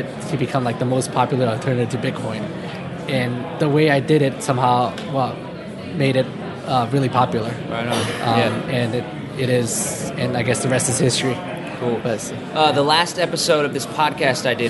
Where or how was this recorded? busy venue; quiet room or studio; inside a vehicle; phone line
busy venue